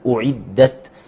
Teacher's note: نحاول نحقق الضم قبل الدخول على الكسر